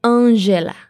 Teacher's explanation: Primero el nombre Ángela, que en portugués decimos Angela. Atención al sonido nasalizado al comienzo y al sonido de la G.